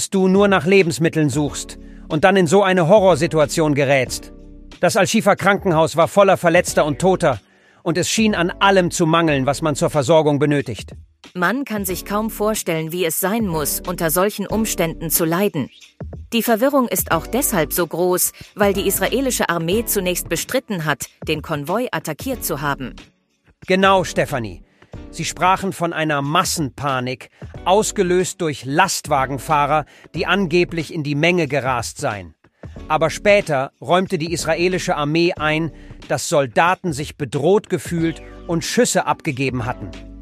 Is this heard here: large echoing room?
no